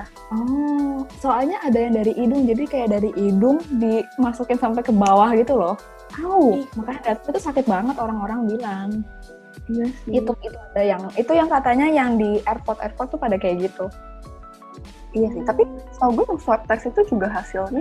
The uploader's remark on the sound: Perdana record podcast via video conference.